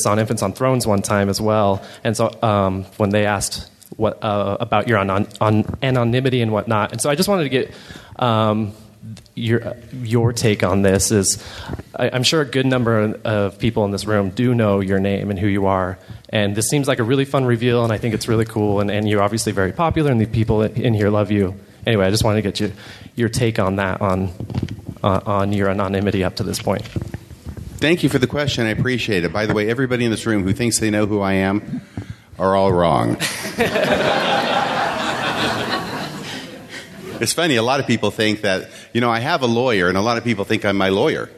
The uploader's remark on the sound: This podcast contains the complete audio of my presentation at Sunstone